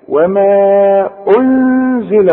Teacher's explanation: خد بالك ضم الهمزه ورجع شفايفك علشان تديني الغنه مرققه